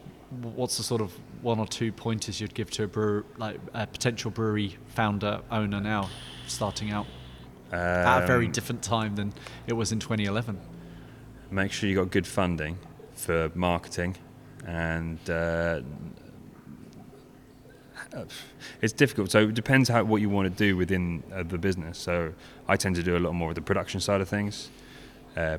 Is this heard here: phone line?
no